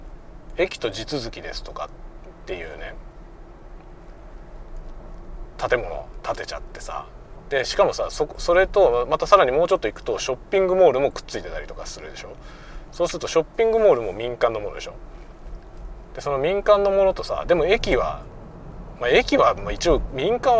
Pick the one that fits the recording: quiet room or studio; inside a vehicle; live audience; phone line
inside a vehicle